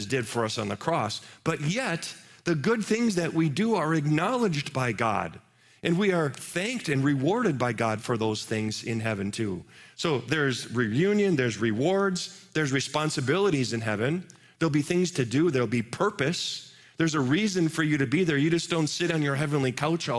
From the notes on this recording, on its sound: Live from our Celebration Ministry Center